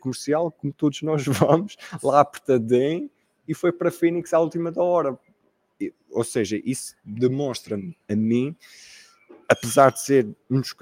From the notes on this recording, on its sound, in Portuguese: estiveram no Sea Breeze Cafe, Caxinas, Vila do Conde, para uma tertúlia ao vivo